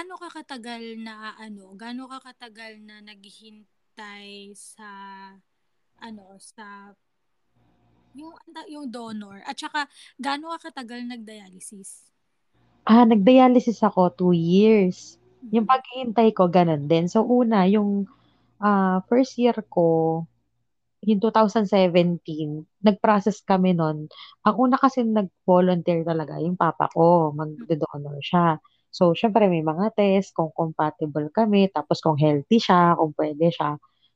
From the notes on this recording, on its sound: Disclaimer: sorry sa audio ko, lamnyo na, slapsoil probs LOL.